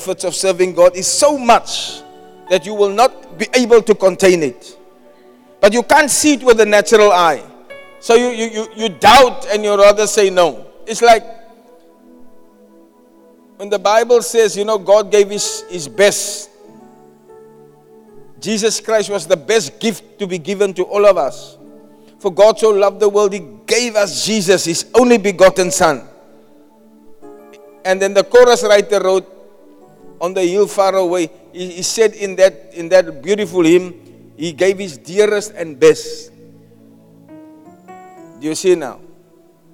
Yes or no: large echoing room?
yes